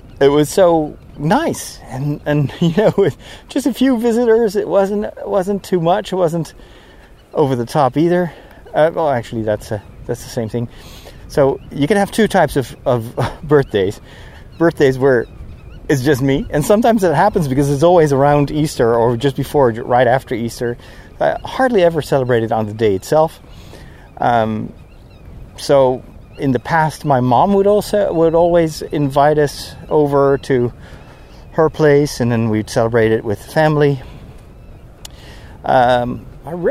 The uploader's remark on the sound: While walking through the unusually quiet countryside on a sunny day